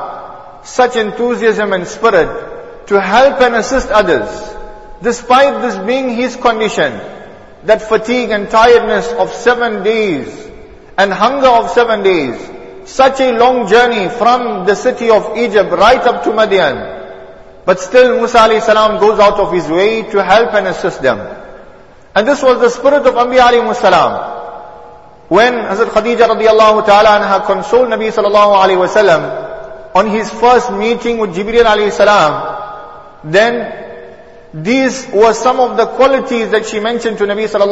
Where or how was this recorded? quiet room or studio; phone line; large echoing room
large echoing room